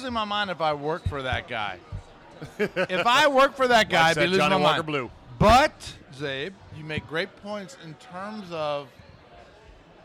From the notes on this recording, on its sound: RECORDED LIVE at DC PRIME STEAKS in Ashburn VA.